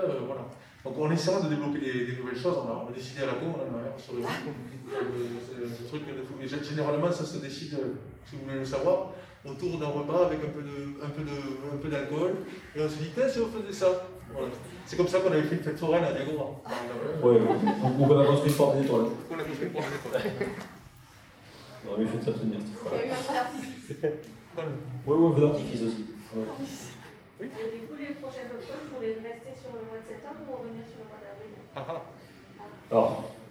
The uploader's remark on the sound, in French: POPCON 2020 : Conférence Calme-toi !